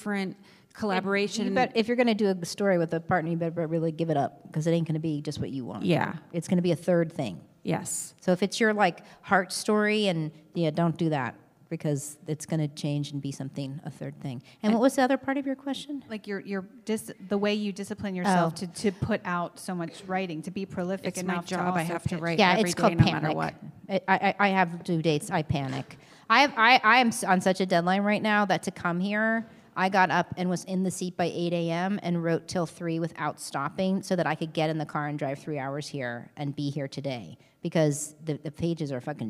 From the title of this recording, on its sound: LIVE Q&A From The SLO Film Festival